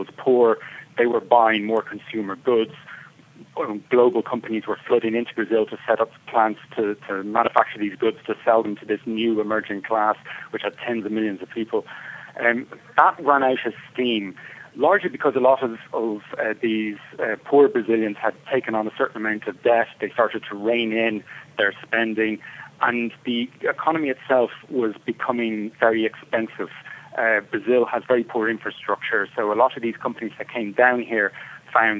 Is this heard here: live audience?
no